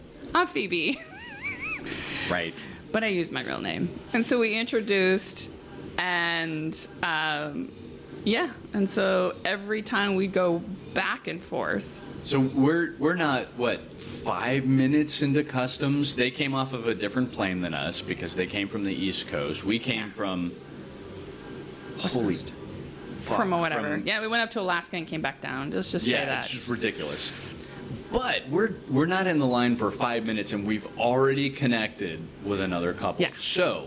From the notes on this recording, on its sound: Recording live from the event here in Costa Rica!